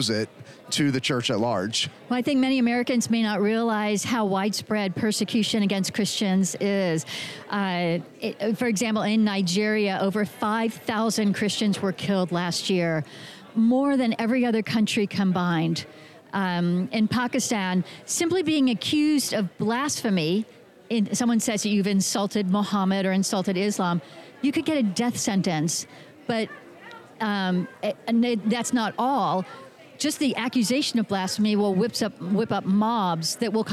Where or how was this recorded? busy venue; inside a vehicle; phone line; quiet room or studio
busy venue